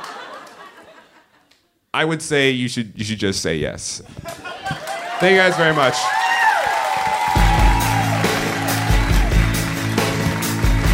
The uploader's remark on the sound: Live From Portland 2!